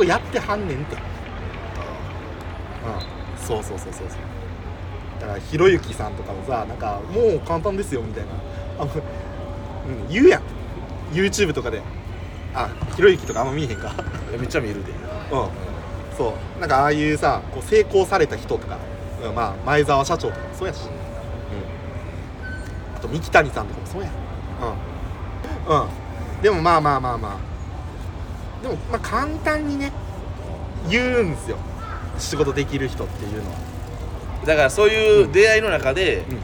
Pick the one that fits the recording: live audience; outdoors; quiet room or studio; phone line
outdoors